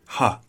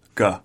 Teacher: The only difference between those two sounds is the back of your tongue hits the top of your mouth · Shown in: second take · Term: G sounds